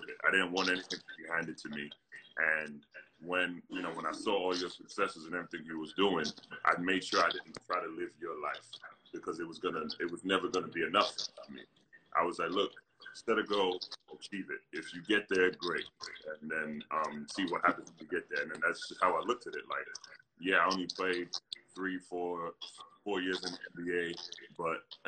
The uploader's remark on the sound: a series of live discussions, hosted on Instagram Live